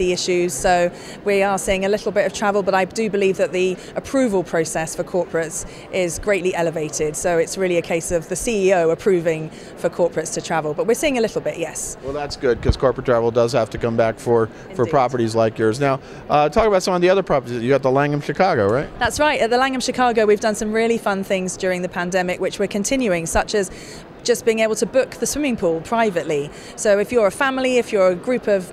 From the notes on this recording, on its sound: at last month’s ILTM Cannes